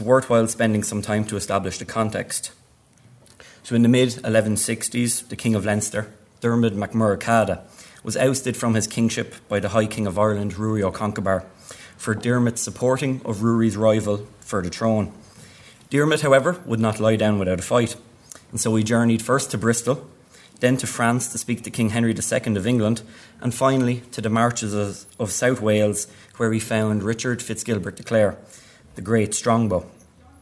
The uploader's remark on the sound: at the 2022 Tudor and Stuart Ireland Conference